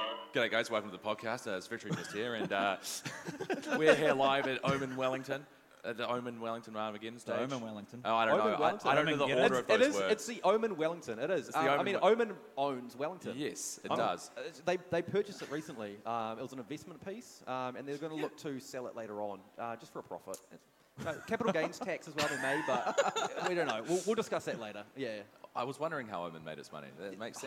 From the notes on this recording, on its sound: Trip to Wellington Armageddon. On the Omen Stage in front of a LIVE AUDIENCE.